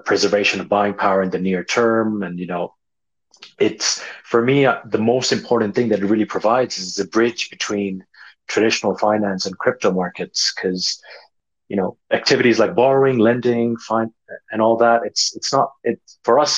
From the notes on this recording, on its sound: Recording from the Beanstalk x Liquity Twitter Space